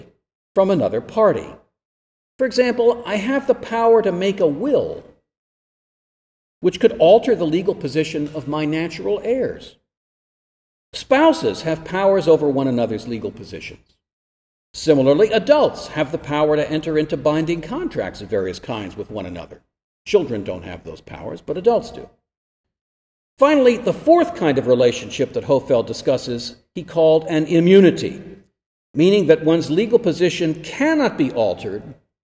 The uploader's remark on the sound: This lecture was given at Florida State University on January 27, 2023.